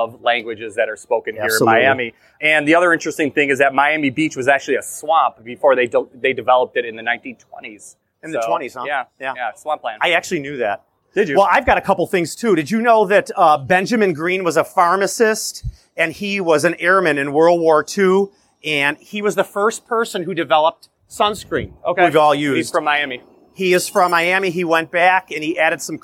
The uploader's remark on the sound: Recorded live at a recent conference. Live podcast recording.